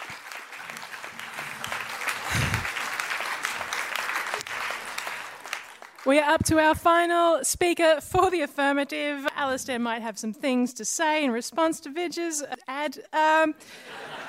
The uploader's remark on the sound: Sci-Fight hits Kalaide Theatre for this special National Sustainable Living Festival event!